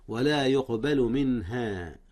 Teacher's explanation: أظهر نون من قبل الهاء، والهاء من حروف الإظهار أو من أحرف الإظهار.